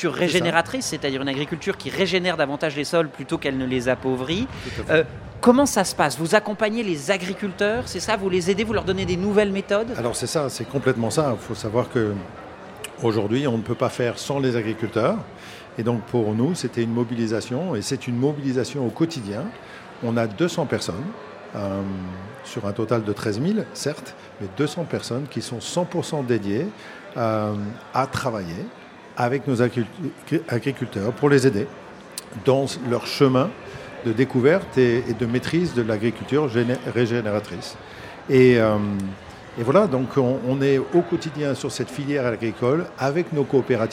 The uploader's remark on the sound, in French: En direct de Marseille et du So good Festival.